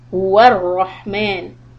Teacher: the ha, try to keep it from the middle part of your throat